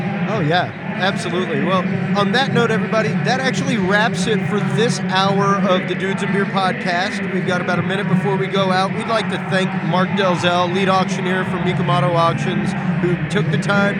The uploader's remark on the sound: LIVE from Mecum Auto Auction – Houston, TX. Travel to Houston, TX. Attend the annual Mecum Auto Auction and provide a unique spectator’s perspective on the event.